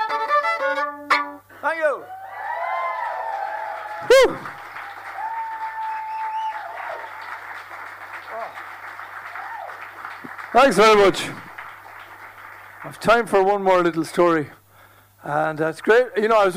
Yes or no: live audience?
yes